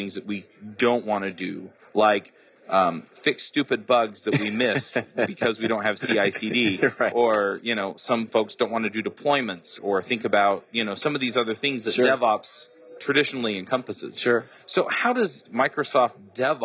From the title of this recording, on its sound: LIVE at Microsoft Ignite